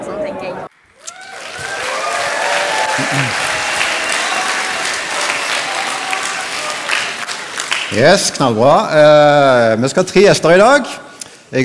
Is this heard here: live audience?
yes